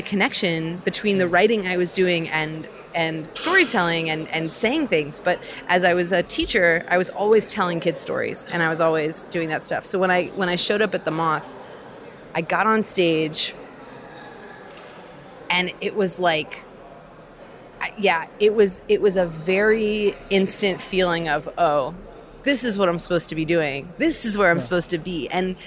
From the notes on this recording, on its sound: at the School of Visual Arts’ Design for Social Innovation Global Lecture Series